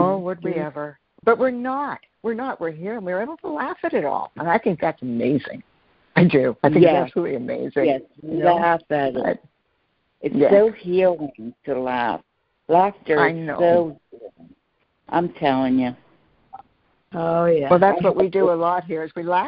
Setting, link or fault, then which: link, phone line